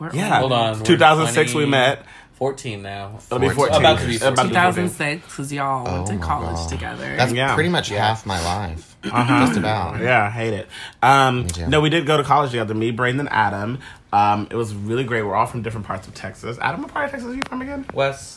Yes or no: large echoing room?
no